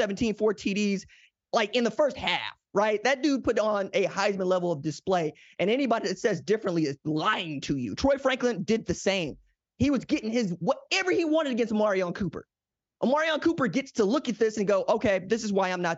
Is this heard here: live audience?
no